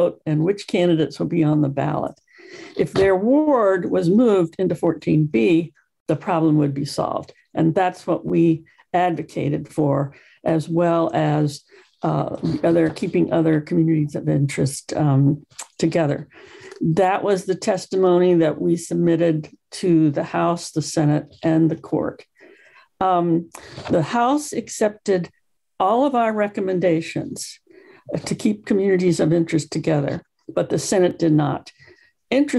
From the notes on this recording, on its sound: GREEP ZOOM #79.